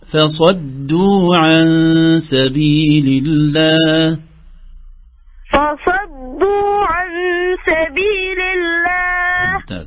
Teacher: خلي الدال من طرف اللسان